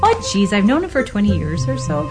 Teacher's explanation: There's a lot of upward inflect.